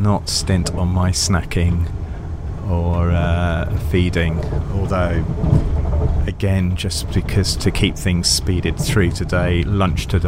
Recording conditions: outdoors